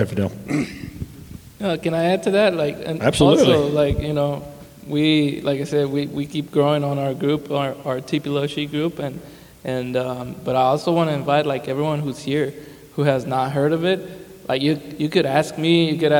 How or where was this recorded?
live audience